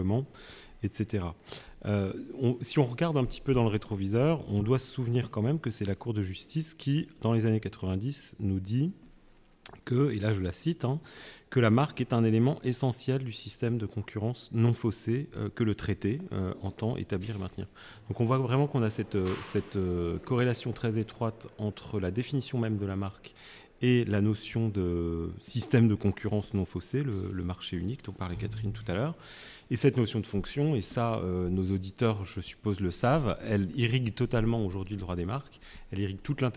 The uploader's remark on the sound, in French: Cet épisode a été enregistré en marge du colloque « 30 ans d'influence en droit de la propriété industrielle », tenu le 5 octobre 2023 à Paris.